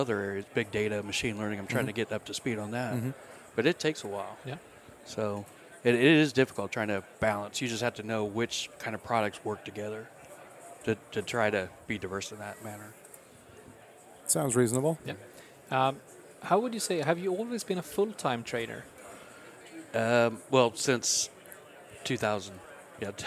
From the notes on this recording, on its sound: recorded at Microsoft Ignite in Orlando